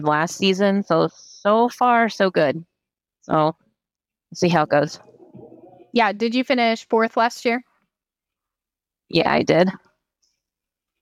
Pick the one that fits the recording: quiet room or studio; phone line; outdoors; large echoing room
outdoors